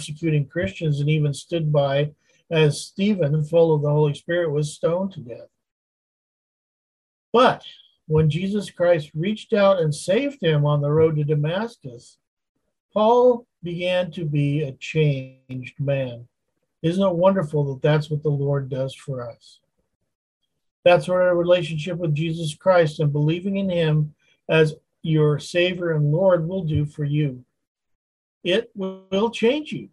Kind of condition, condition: link, video call